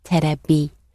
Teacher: in Japanese there is no natural V sound. The nearest natural sound to V is B. So when V sounds are imported into Japanese language, they become a B, terebi.